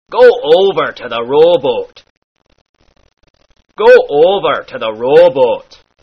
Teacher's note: Next we come to the long O sound in words like go. Now this here sound, you stretch it out a bit.